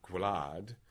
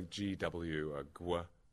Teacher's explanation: a voiced velar plosive, which is labialized and that shifts towards w